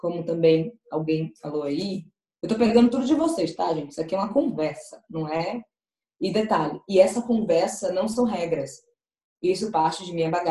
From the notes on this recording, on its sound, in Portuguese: Durante o Ciranda MEJ Online, realizado no dia 23/05/20.